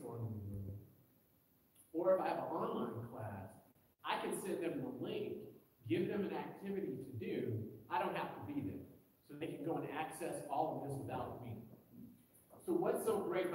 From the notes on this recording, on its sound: This is the audio of the presentation at the American Accounting Association CTLA ( ) 2022 in San Diego, Ca. The presentation was recorded live. I apologize for the poor quality of the recording.